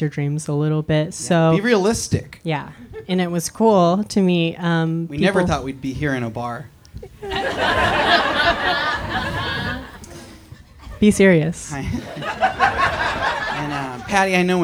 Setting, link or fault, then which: setting, live audience